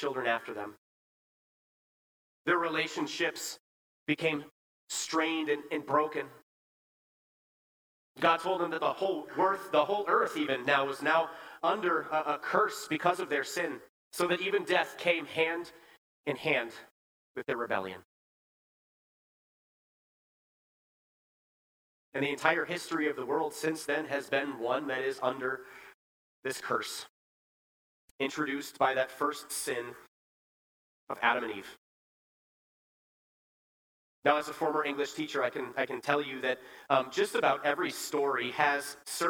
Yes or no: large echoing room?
yes